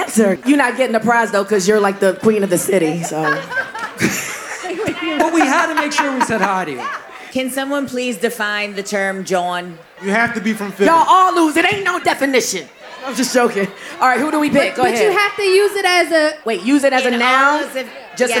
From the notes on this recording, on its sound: Live from the Roots Picnic. Live on the Roots Picnic podcast stage.